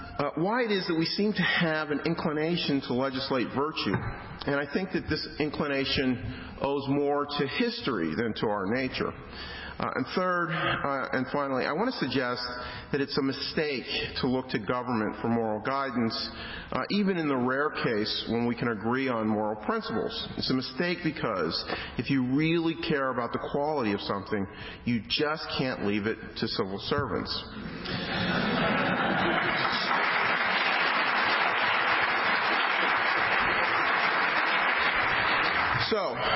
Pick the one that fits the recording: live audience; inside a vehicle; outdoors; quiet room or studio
live audience